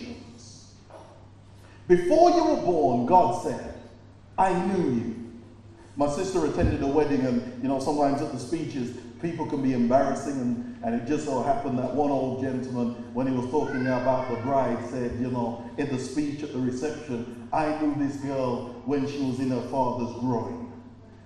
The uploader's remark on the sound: preached at Birmingham Fellowship Church